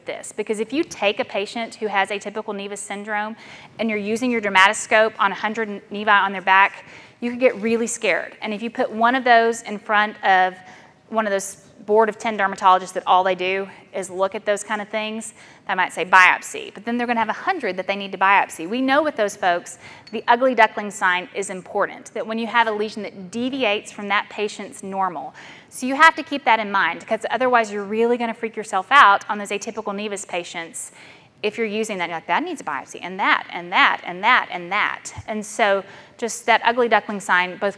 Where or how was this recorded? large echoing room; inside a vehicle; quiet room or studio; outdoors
large echoing room